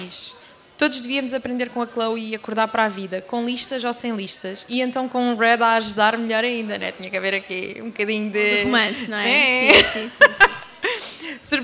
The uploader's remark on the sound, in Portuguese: Livra-te ao vivo na Comic Con.